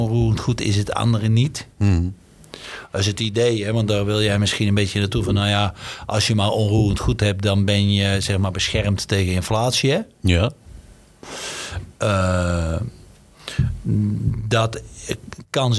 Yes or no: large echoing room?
no